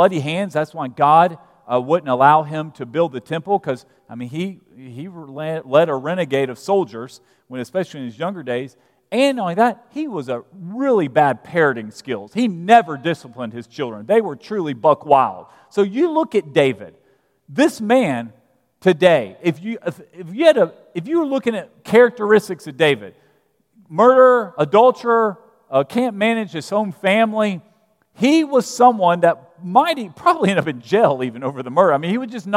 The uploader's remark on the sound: at Broadway Baptist Church, Lexington, Kentucky